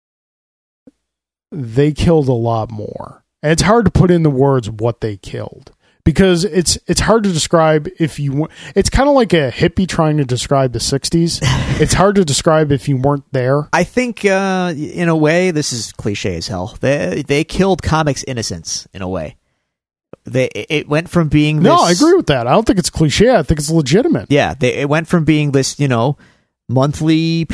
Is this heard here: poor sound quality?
no